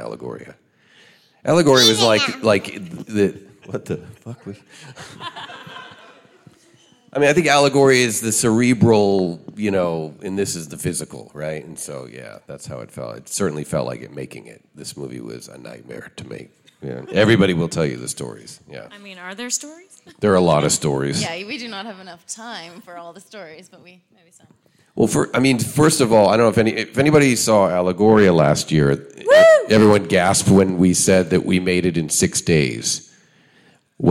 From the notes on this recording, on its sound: Are coming at you live from Panic Fest 2023 for the World Premiere of Bury The Bride. On stage. This is a full-spoiler interview in front of a raucous crowd that just watched the movie.